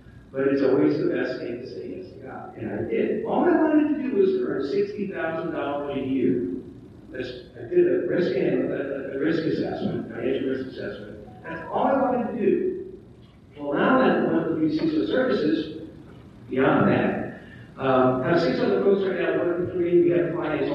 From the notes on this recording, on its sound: Recorded at the Middle Tennessee Cyber Conference. We had technical issues with the primary video and audio recording so this recording is not quite up to our standards.